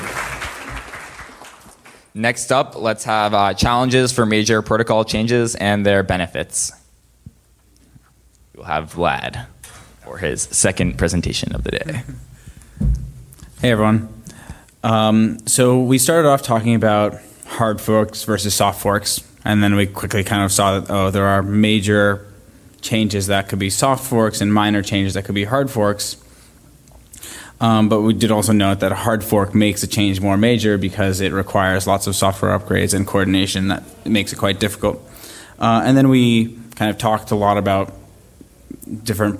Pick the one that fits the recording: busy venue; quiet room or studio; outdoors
busy venue